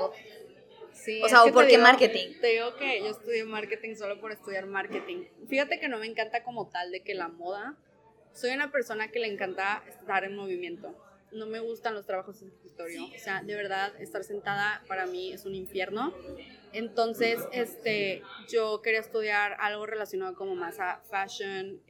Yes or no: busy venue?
yes